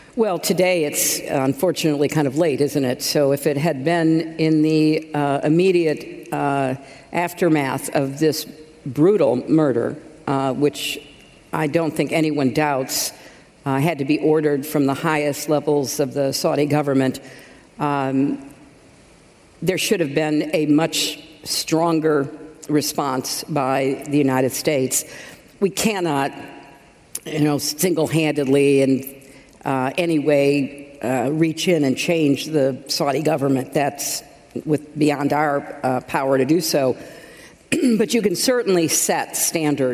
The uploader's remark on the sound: at the Women in the World 10th anniversary summit